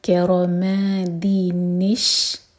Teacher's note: تو یہاں پر دن جو ساؤنڈ ہے دال کسرہ اور نون سکون، تو جو نون سکون ہے وہ کسرہ لے گا اور آگے شین کے ساتھ کنیکٹ ہوگا